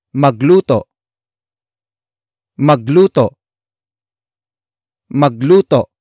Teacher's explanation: note the glottal stop at the end it is a command to cook magluto comes from the root word luto luto luto which means a cuisine or a method of cooking.